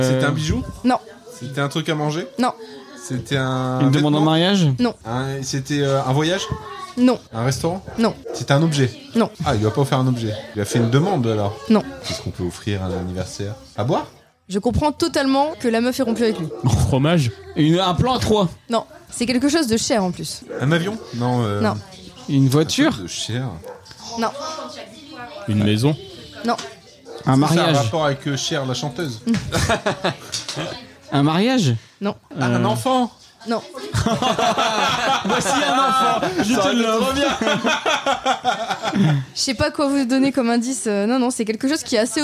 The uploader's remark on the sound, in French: Un épisode spécial enregistré EN PUBLIC ! (Les gens qui étaient à l'anniversaire quoi).